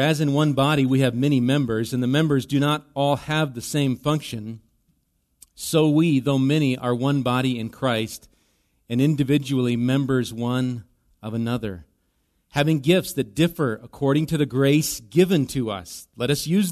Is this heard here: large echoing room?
yes